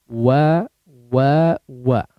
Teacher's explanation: mengumpulkan atau membulatkan kedua bibir tanpa disentuhkan antara keduanya terlibat memang, ya, tapi tidak harus disentuhkan antara keduanya.